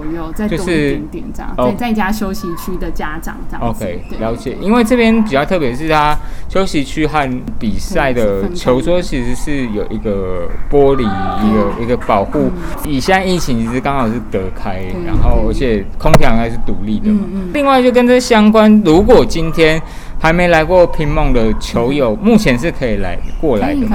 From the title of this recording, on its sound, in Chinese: 乒夢U13排位賽現場訪問